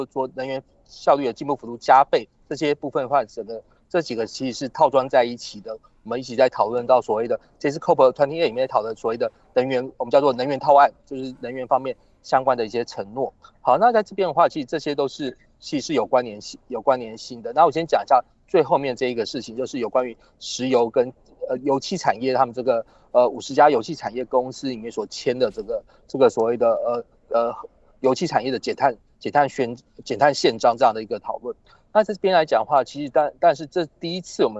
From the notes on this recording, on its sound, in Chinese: 本集節目因越洋連線，音質不好，請多多見諒！